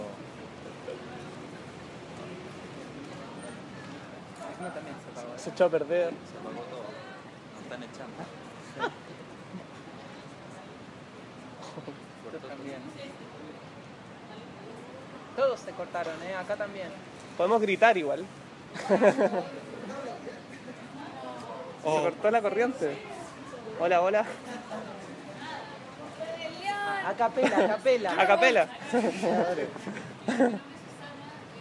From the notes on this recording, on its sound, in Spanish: Audio registrado en el Parque Bustamante de Santiago de Chile en noviembre de 2014